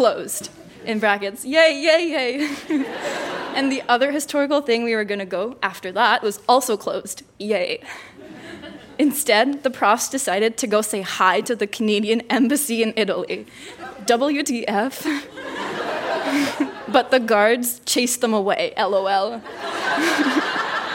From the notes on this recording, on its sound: Recorded live at The Gladstone Theatre in Ottawa.